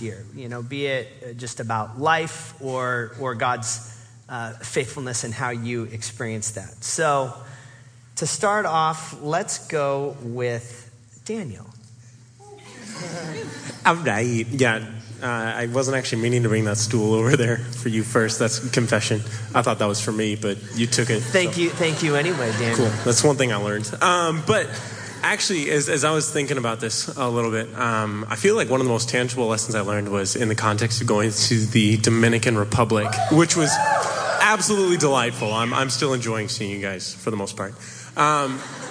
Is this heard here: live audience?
yes